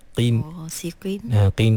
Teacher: Qaf tu baris bawah. Jadi, walaupun qaf tu baris bawah, dia duduk di martabat tafkhim yang paling rendah, tapi tak bermakna qaf tu menjadi nipis sampai bertukar menjadi kaf.